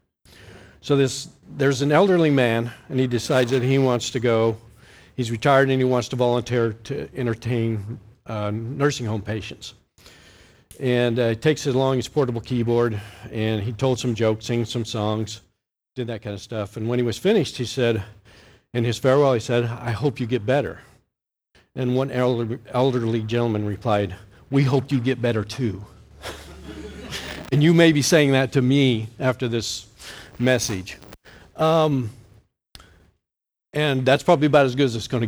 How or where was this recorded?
large echoing room